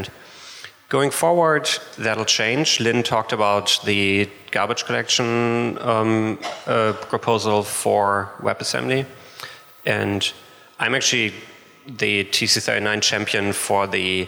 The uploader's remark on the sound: LIVE from JSConf Hawai'i